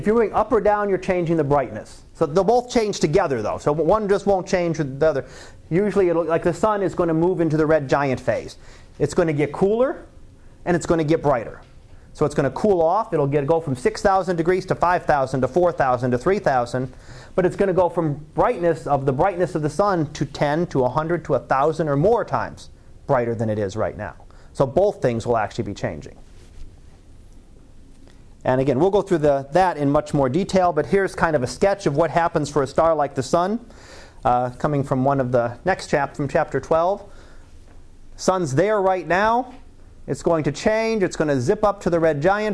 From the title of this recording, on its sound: Live Class Lecture